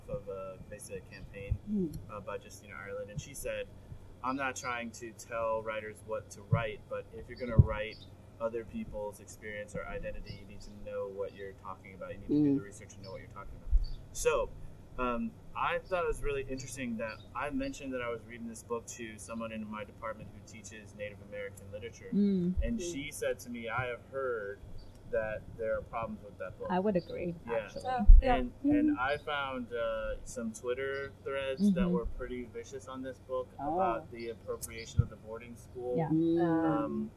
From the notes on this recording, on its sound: It is our first episode at Cahoots Coffee Bar in St. Paul and we're outside, so you, our loyal listeners get to hear us dodge planes, ambulances, and window air conditioners.